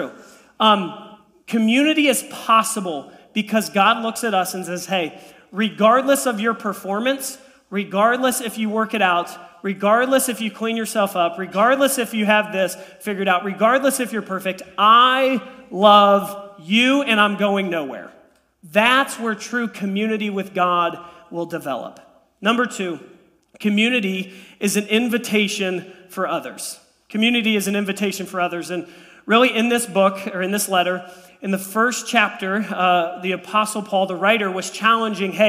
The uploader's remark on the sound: This message was preached on January 15, 2023 at FIVE39 Church.